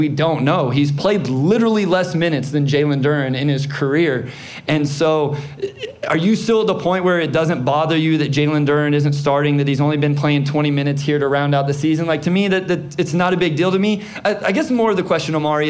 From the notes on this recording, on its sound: It's our first live show! Answering live crowd questions at Hopcat Detroit. Revel in the sounds of our first live taping.